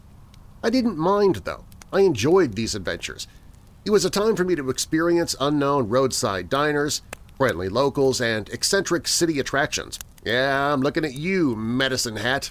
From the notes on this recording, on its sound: Once a month I come to you without the fancy production and creepy music, and it’s just you, me, and this campfire with whatever Mother Nature wants to send our way for background noise. Background music provided by Alibi Music, EpidemicSound and/or AudioBlocks with paid license.